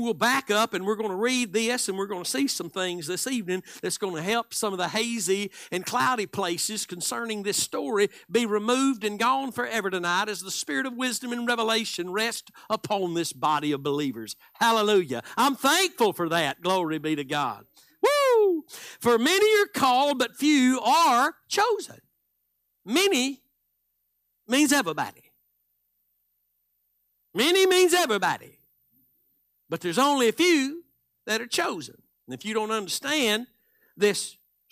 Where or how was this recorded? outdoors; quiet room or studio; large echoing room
large echoing room